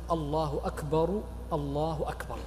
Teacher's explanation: فتقول الله أكبر الله أكبر فتأتي بالضم وهو الأفضل